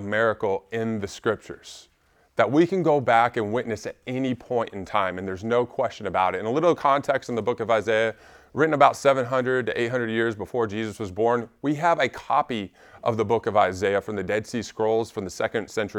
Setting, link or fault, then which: setting, large echoing room